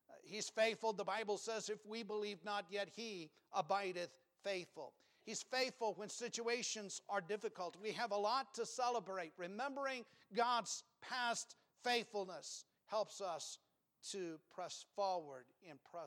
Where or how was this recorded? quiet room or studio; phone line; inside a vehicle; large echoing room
large echoing room